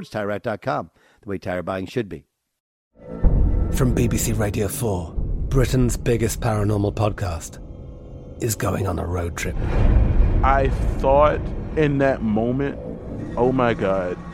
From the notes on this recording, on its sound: Live from Rams Training Camp in Irvine, CA!